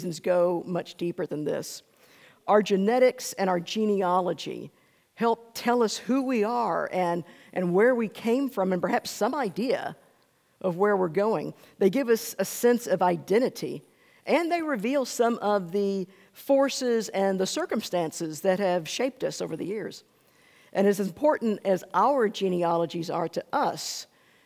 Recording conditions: large echoing room